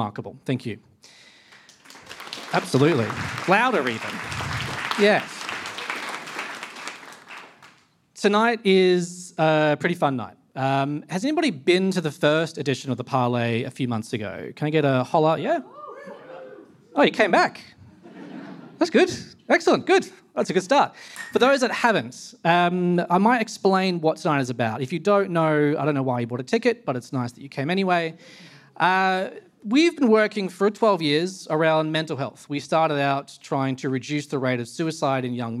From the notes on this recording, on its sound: Recorded at The Parley Debate Event in July 2023.